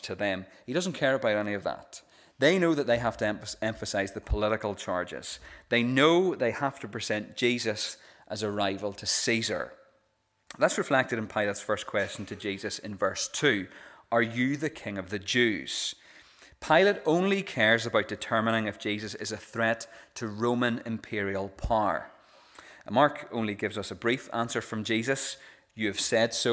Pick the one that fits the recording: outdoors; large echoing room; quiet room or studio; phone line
large echoing room